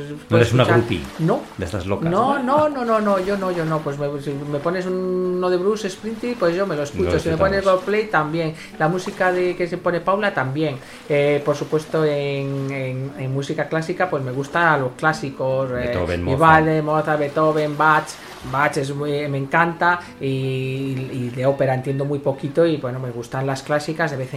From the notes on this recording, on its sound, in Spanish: nos acompaña el sonido de las olas del mar para ponernos en modo “relax”